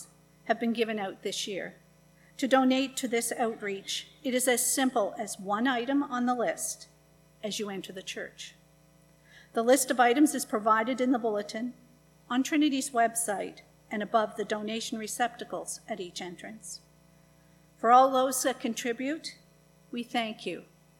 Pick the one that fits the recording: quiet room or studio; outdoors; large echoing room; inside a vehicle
large echoing room